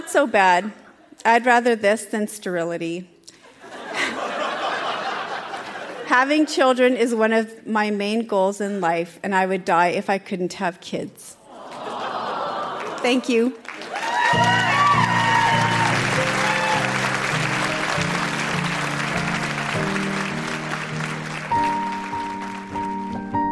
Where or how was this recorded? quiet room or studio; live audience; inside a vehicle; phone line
live audience